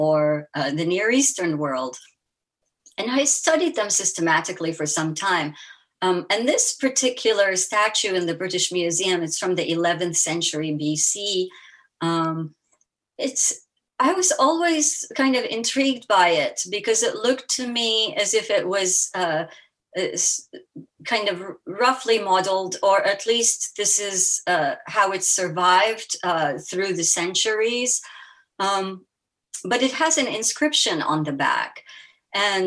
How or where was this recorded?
video call